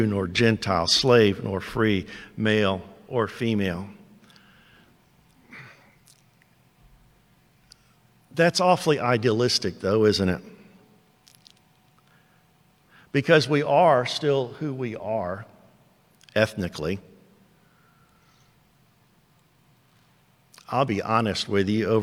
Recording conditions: large echoing room